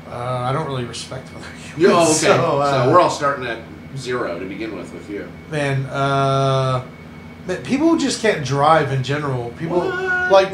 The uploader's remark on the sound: We had a technological error and apologize for the quality of our audio this week